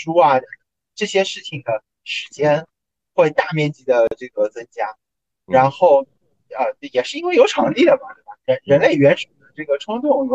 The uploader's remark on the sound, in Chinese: 当时主播对于如何录制、制作、剪辑播客都是一窍不通，故标识为「全损音质」。